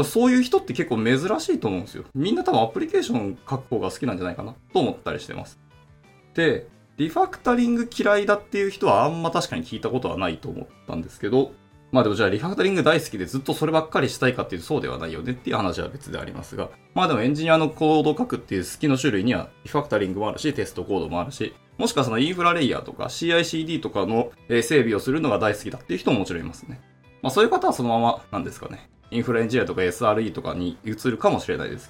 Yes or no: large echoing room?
no